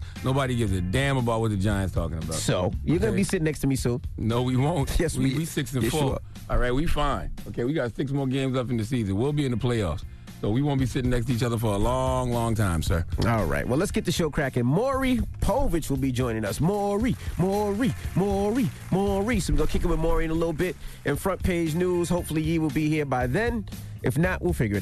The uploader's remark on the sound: we opened up the phone lines